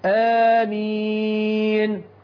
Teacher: غلط، متقالش كده، بتمد مد البدل ست حركات فتقول آمين، لا ده خطأ لغوي يبين، مد البدل هنا يمد حركتين فقط